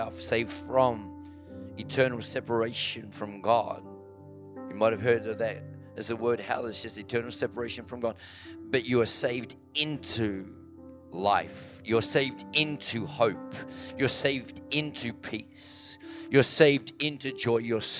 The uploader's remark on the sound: This message was recorded at Riveredge Church, Mildura in February 2023.